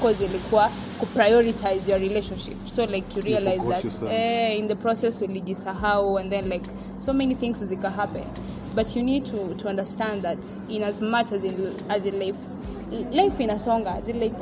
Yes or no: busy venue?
yes